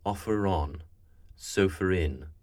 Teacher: the linking R that is featured when a schwa that is spelt with an R connects to a word that begins with a vowel, such as offer on, sofa in.